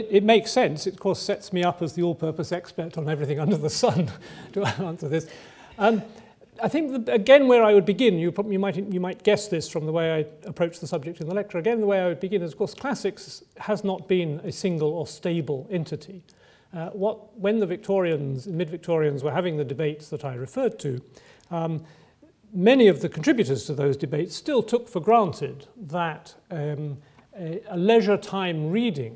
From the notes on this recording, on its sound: Recorded on Thursday 24 May 2012 at the University of Edinburgh's George Square Lecture Theatre.